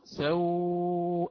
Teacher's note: وإن وسطت اللين فأقرأ سوءاتهما، وسط حينها البدل · Term: مد اللين المهموز